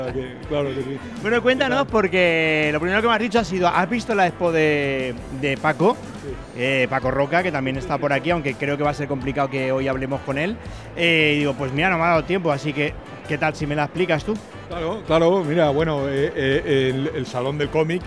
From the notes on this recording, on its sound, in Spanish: Nos desplazamos a Salón del Cómic 2024 en la Feria de Muestras de Valencia donde comprobamos de primera mano el amplio publico que llena el recinto ya desde la apertura de puertas